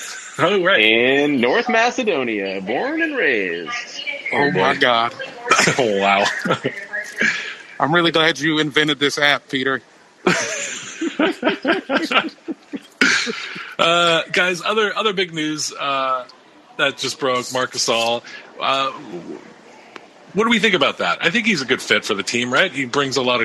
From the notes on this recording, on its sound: Live from the Nashville Airport. The buds do it live on the Locker Room App. Sits outside a Chili's in the Nashville airport.